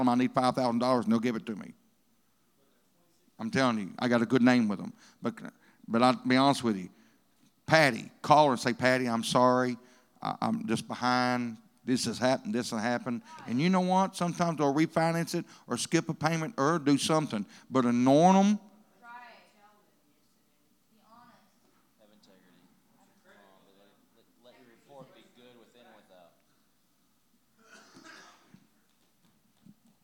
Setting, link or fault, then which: setting, large echoing room